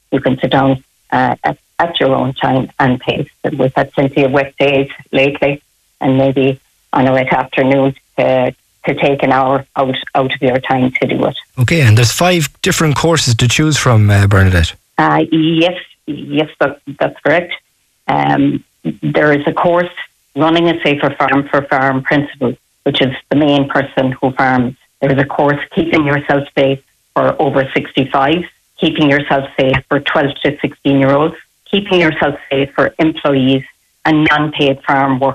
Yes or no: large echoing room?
no